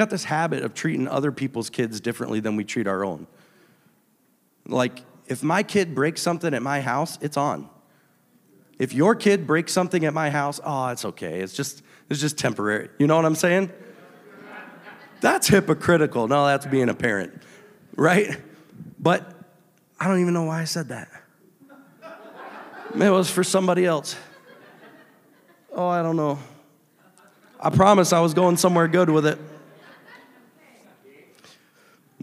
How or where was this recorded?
large echoing room